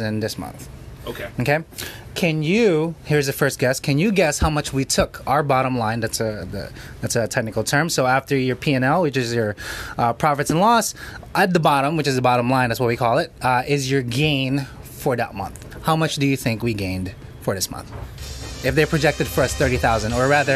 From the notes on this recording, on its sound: Live in the restaurant.